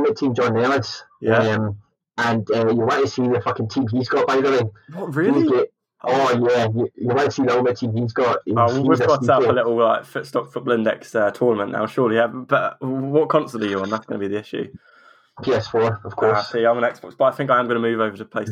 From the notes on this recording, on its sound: please forgive the audio!!